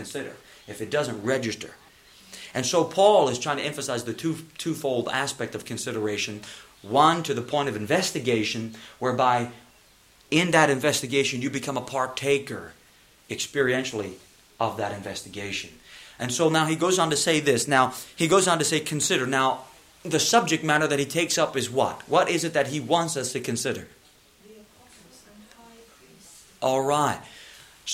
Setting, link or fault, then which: setting, large echoing room